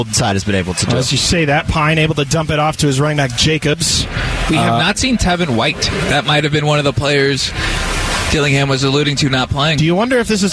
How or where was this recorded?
busy venue